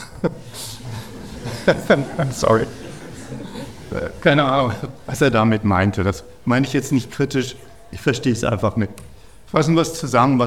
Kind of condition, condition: setting, large echoing room